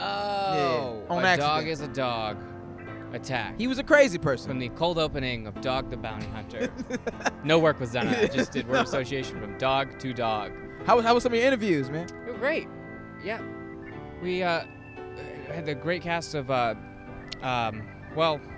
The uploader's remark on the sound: LIVE from the roof of The Spreckels Theater in San Diego